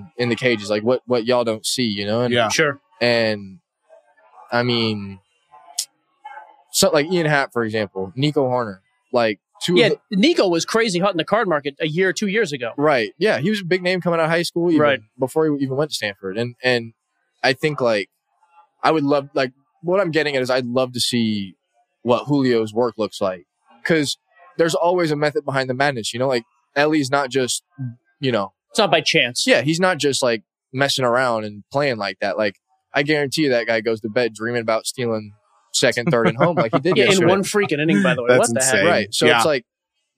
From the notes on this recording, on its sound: Live From Seattle. For this pod they’re live from Flatstick Pub!